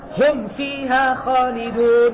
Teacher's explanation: الواو والفاء تخرجان من الشفتين والميم عندهما أخذت إظهار